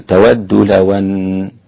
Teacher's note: الوقوف يكون بالغنة لأن النون مشددة